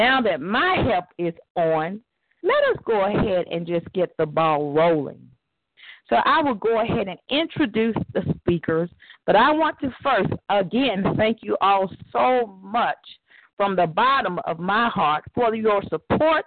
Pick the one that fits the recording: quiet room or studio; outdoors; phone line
phone line